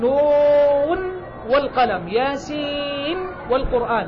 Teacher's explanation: مع أن نون ساكنة بعدها واو لكنها في رواية حفص وقعت بالإظهار · Term: إظهار مطلق